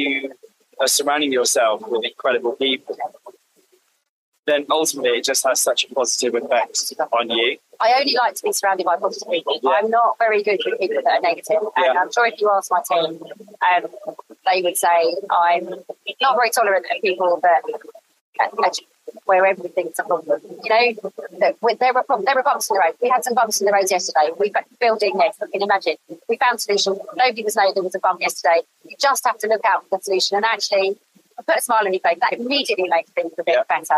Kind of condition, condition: fault, poor sound quality